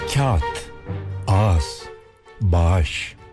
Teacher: Bunlar içinde yumuşak G olan sözcükler. Yumuşak G bir gırtlak sesi. Tek başına söylenmesi de olanaksız.